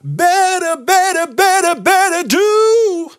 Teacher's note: I'm still saying the B sound, but I'm easing off on it.